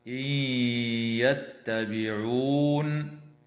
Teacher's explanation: حكمها الإدغام في الياء مع الغنة بمقدار حركتين